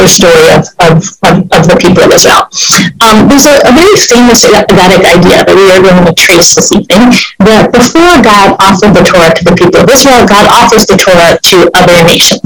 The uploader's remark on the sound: This audio was originally captured from Zoom on 06/23/2021 as part of an evening series open to the public in association with Drisha’s Summer Kollel.